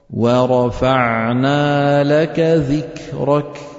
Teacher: سمعنا الشدة والهمس بالكاف